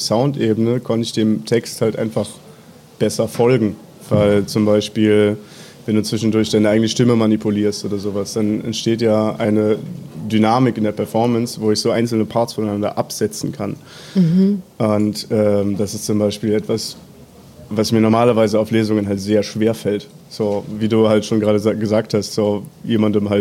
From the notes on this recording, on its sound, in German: Die Live-Mitschnitte entstanden auf der gemeinsamen Releaselesung der Literaturzeitschriften Bella Triste und Edit in Kooperation mit dem Literaturformat Textkneipe West am 27.04. In Leipzig.